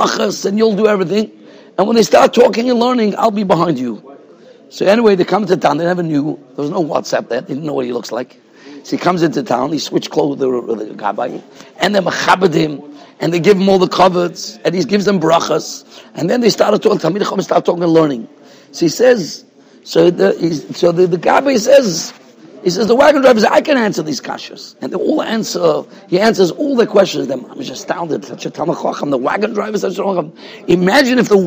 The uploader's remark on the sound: Shiur recorded in Yeshivas Ohr Reuven, Monsey, NY